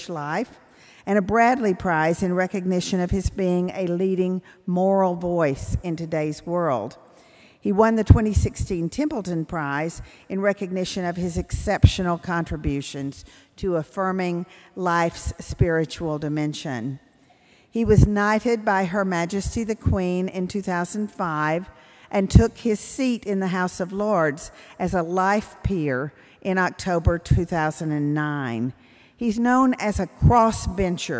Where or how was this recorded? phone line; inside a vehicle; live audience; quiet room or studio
live audience